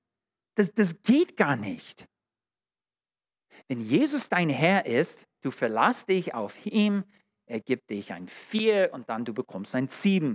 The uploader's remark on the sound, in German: In der Gemeinde Kaleo Schopfheim aufgenommen.